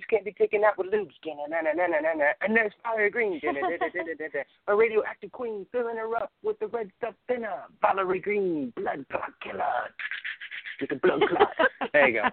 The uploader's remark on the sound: A Call-In Show